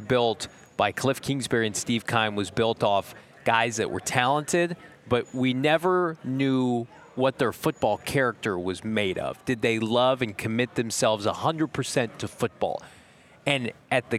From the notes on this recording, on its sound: LIVE at the NFL Combine. LIVE from the 2024 NFL Combine in Indianapolis!